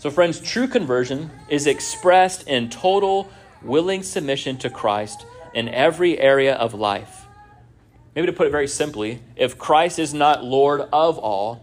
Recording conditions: large echoing room